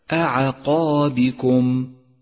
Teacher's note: ثم انتقل من ترقيق العين إلى تفخيم القاف والألف بعده، أي هكذا أعقابكم.